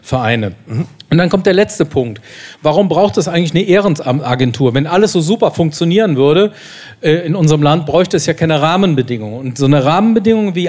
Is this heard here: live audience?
yes